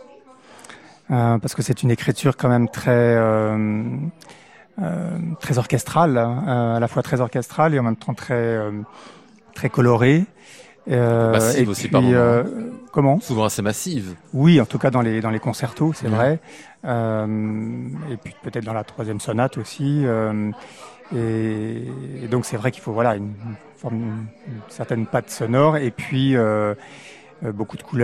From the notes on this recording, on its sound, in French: En direct et en public depuis l'Hôtel Bedford ce soir